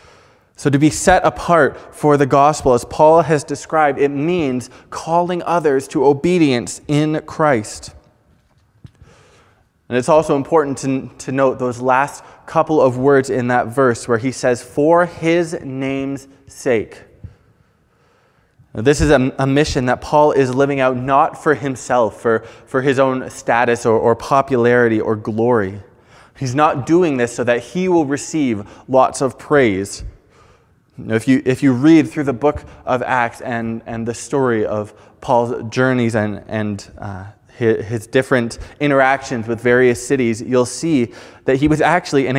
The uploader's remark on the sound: Preached on May 9, 2021 at Fellowship Bible Church